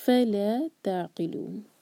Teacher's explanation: فلا جو ہے ٹو سلیبل والا ورڈ ہے فا پر زور دیا جائے گا